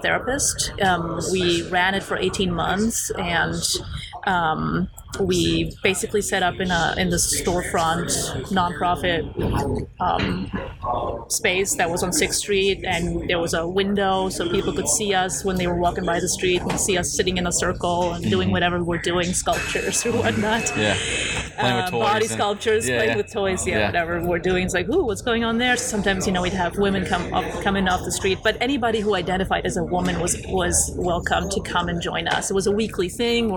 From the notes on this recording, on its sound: Outfest 2018. We sat down in the heart of the festival for another amazing conversation.